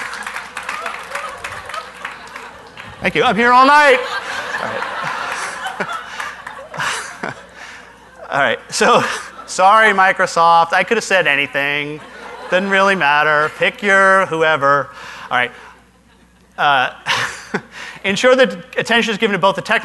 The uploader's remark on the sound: Live Broadcast at the The IPBC IGNITE Conference